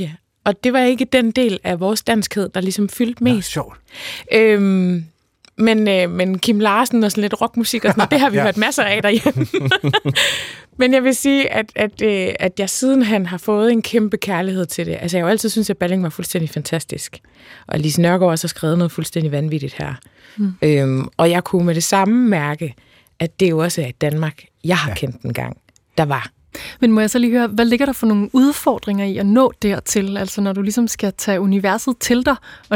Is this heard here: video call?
no